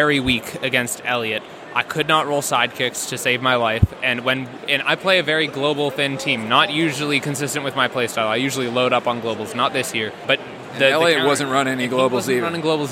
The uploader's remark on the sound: Live coverage from the 2023 Dice Masters World Championship at Gencon.